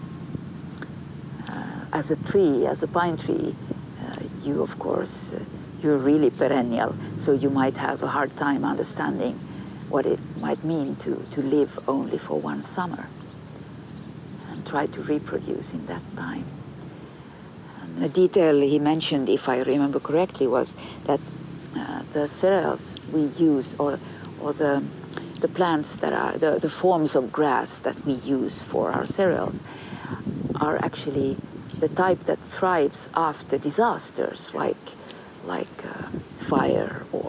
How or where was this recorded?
outdoors